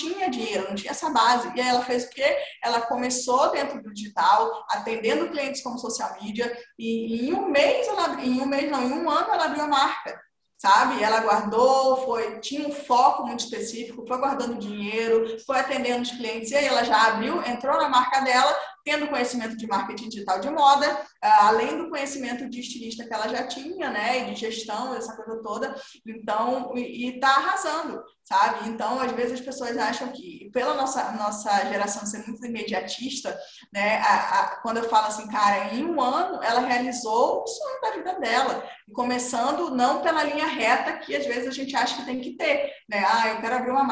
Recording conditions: video call